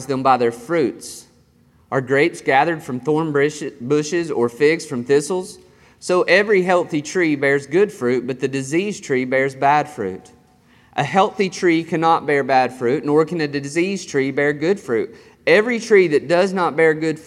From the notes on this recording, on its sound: This sermon was recorded on August 8th, 2021 at Matthew's Table Church in Cleveland, TN